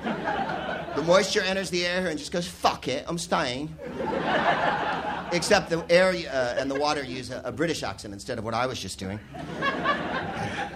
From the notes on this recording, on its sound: Live from the Soho Theatre in London